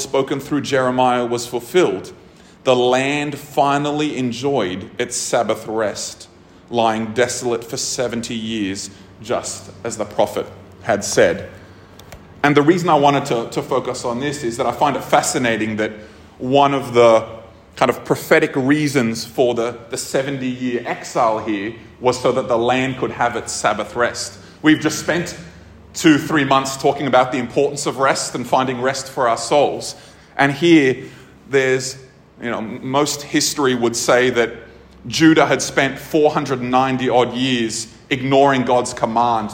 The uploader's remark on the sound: This episode was recorded at a Thrive Community gathering on 13th August 2023.